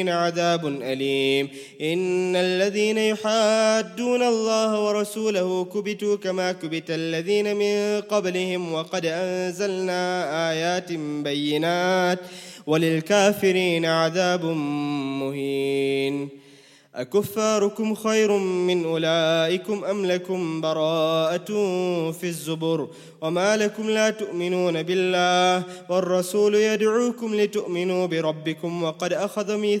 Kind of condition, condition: setting, large echoing room